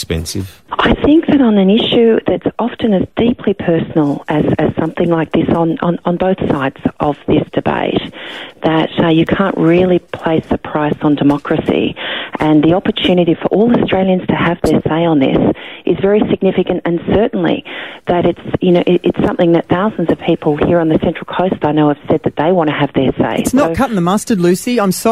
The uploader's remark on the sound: this morning on the phone